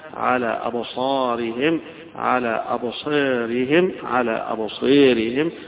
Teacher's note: وعلى أبصارهم أيضا هذه فيها الألف اللي بعدها الراء المكسورة، ففي هنا إمالة لهذه الألف تمال، وفيها الفتح أيضا وفيها التقليف، يبقى ثلاث قراءات في هذه الألف اللي بعدها الراء المكسور.